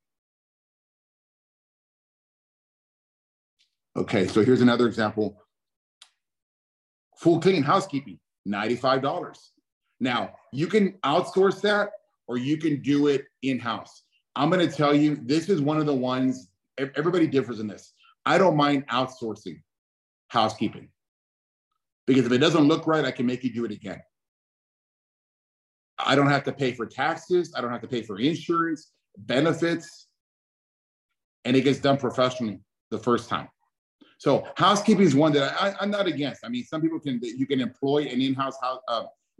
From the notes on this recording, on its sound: Welcome to another Special Zoom session